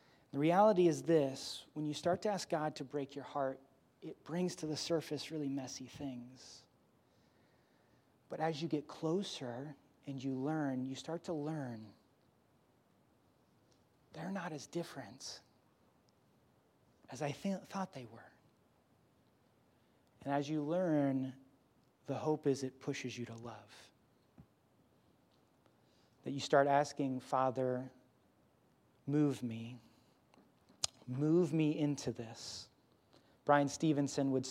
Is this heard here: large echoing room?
yes